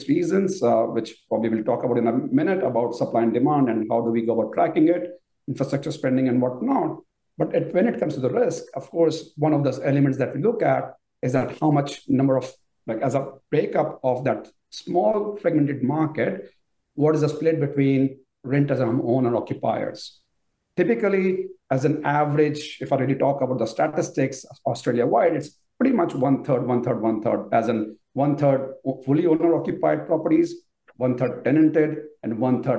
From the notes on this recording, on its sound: we feature highlights from our Q&A webinar